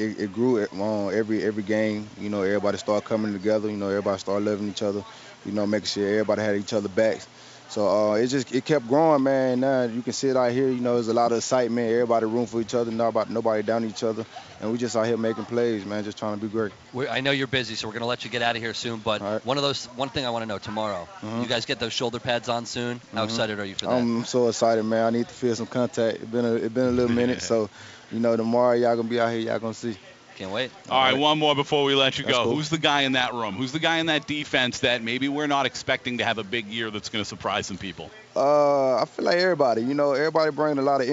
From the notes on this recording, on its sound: LIVE from Bucs Training Camp